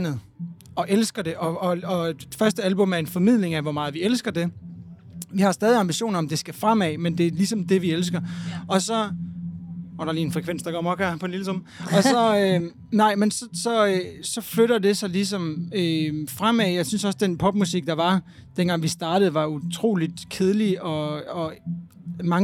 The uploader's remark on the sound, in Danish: Live fra Midtfynspladsen. Bassen pumper på Midtfyns pladsen og stemningen er i top. Der er autentisk festivalstemning i vores podcast-vogn.